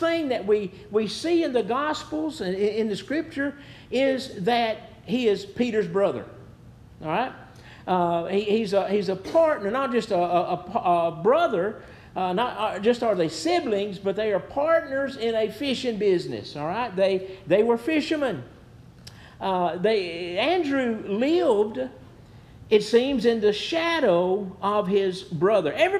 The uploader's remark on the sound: Preached at New Hope Baptist Church